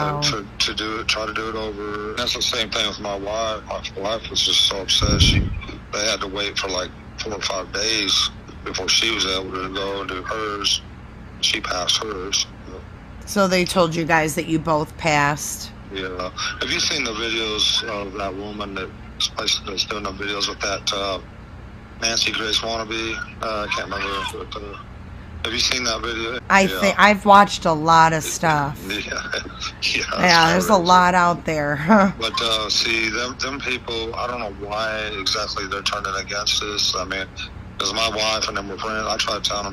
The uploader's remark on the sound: This is Volume 1 of my phone calls